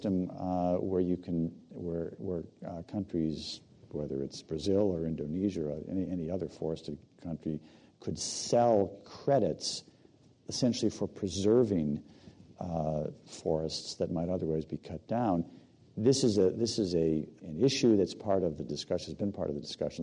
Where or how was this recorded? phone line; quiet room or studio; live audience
live audience